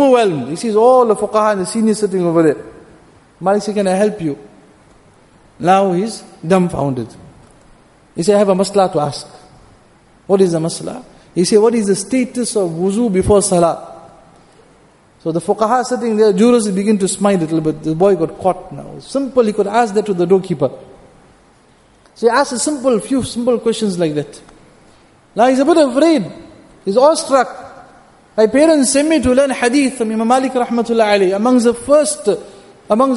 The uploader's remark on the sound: Jumuah Lecture at Masjid Al Hilal